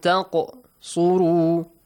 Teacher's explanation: Qalqala, you echo the sound of the qaf.